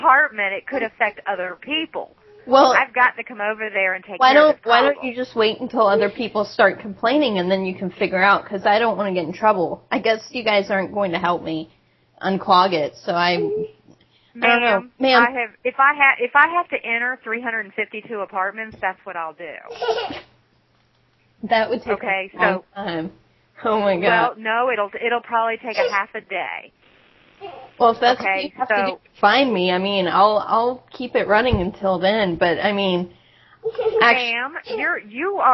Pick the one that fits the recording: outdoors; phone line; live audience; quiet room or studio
phone line